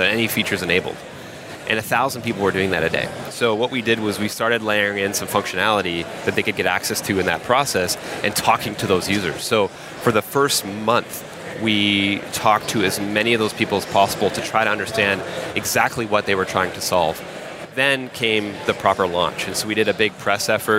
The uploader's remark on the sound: Coming to you live from Dublin where we just wrapped the fourth SaaStock flagship conference. This interview was part of the Podcast stage, where we hosted a plethora of podcasters who interviewed our speakers.